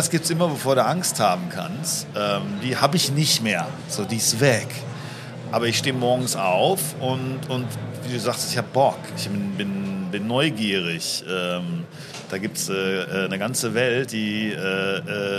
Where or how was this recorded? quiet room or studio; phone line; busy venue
busy venue